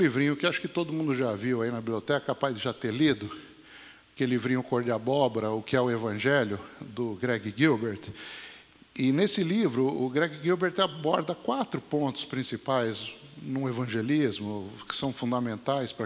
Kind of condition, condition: setting, large echoing room